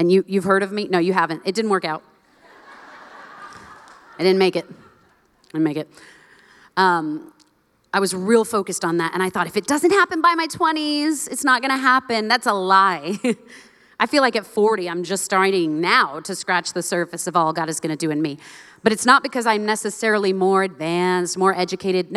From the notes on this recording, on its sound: live from the 2022 Known Conference